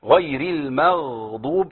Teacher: الغين هنا ساكن، الغين الاولى قويه لانها مفتوحه، الثانيه متوسطه بس ساكنه